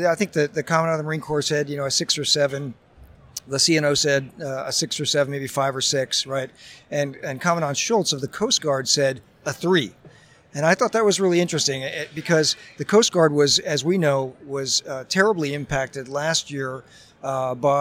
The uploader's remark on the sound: live from the San Diego Convention Center